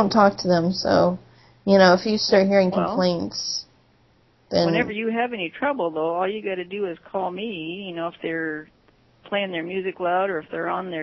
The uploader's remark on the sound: RBCP's Personal Prank Phone Calls Collection